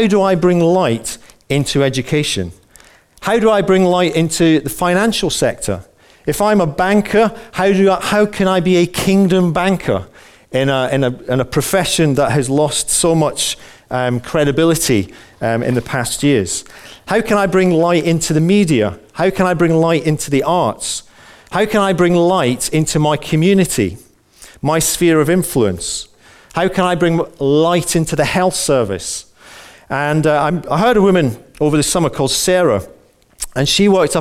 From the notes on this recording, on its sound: Recorded on 08/11/15 at our Moseley gatherings